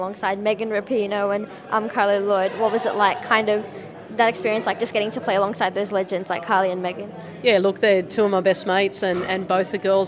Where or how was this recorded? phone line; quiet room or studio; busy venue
busy venue